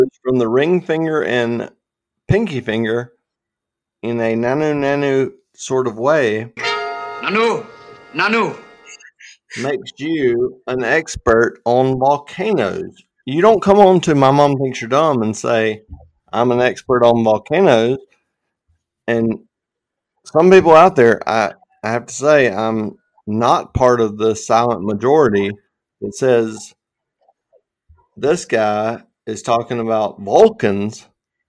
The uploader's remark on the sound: Sorry for the audio lags.